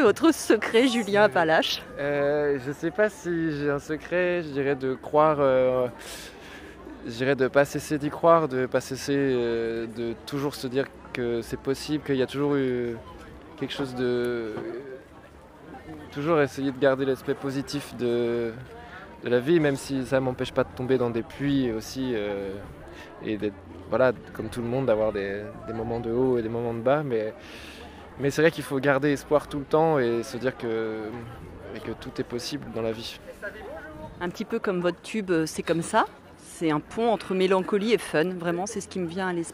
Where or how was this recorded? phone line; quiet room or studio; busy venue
busy venue